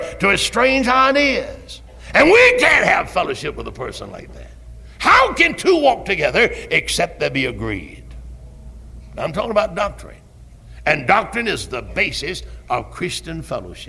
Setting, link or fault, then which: setting, large echoing room